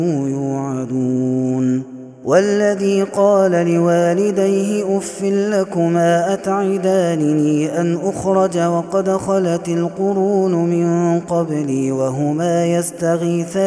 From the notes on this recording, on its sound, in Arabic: Ramadan 2021. هذا التسجيل من صلاة التراويح.